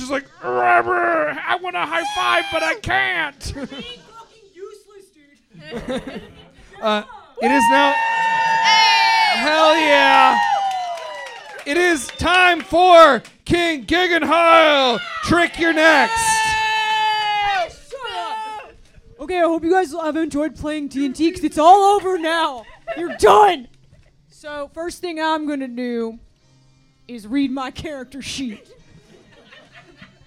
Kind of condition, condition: setting, live audience